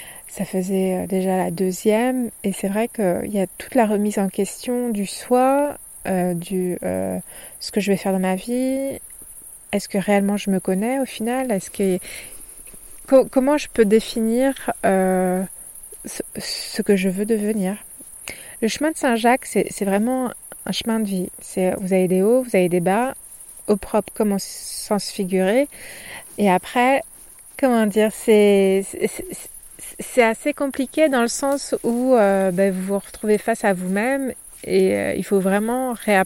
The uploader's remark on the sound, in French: Au moment de cet enregistrement, il fait nuit noire au pied du château d'Estaing. Pour brancher mon micro.